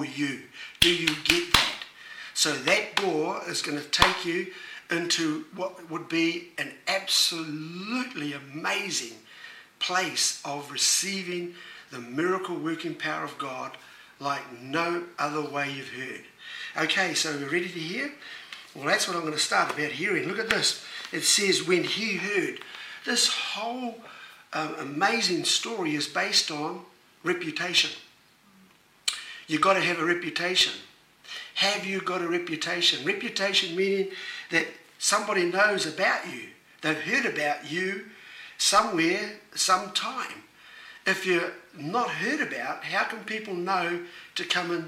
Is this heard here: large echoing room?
yes